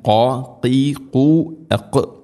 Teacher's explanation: ഖാഫ് തൊണ്ടയുടെ മുകൾ ഭാഗമാണ്, ചെറുനാക്കിൻ്റെ ആ ഒരു ഭാഗം.